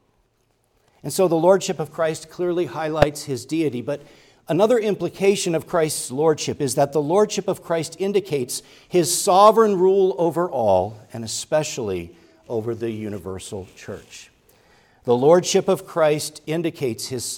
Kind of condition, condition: setting, large echoing room